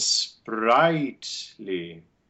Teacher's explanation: There is another diphthong that we also get in this piece that starts with the bright A, in sprightly. We show that one with bright A and then open I.